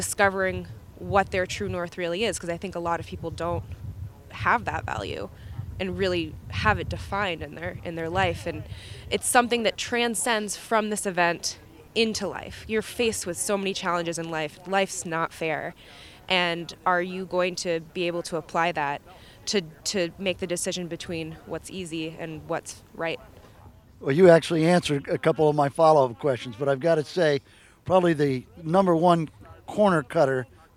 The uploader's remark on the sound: On Location at Spartan Winter Agoge 001.